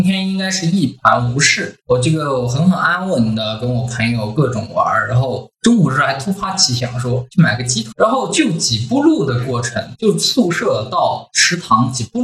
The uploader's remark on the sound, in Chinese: 我们把这次连线闲聊全程录制后，作为了本期的节目。因为这是我们第一次连线即使录制，所以音效已经尽了最大努力调整了，如果音效有问什么缺陷的话，请大家多多包涵。